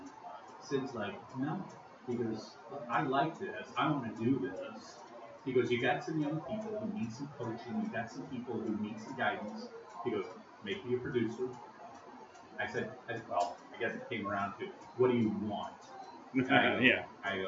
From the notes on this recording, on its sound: Live from the Eagle Theater. Broadcast live from the lobby of the Eagle Theater in Robinson, Il. They conduct interviews in the noisy lobby.